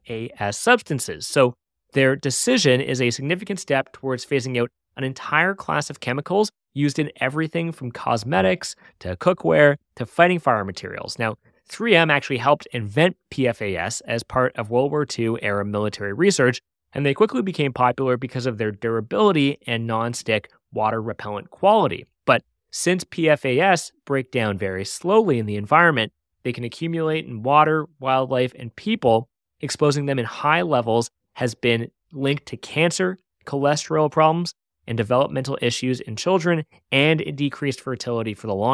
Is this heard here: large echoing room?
no